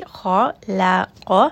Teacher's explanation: خَا is going to be heavy. Lam is light. قَاف is heavy. خَلَقَ. Make sure lam does not become heavy as well and do not say la.